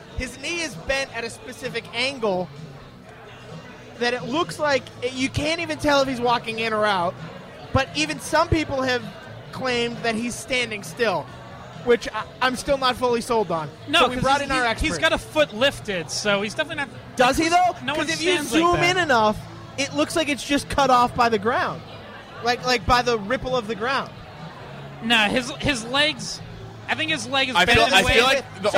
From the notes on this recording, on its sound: live at Lord Hobo Brewing